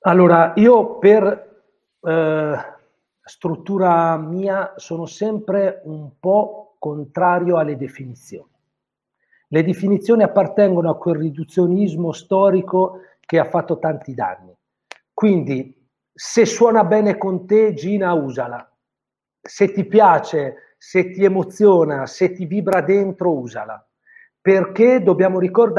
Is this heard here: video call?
yes